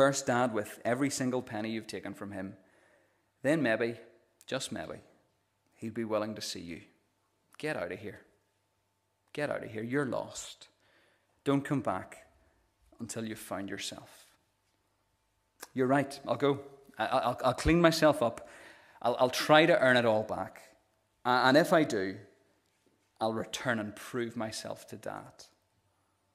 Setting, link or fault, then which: setting, large echoing room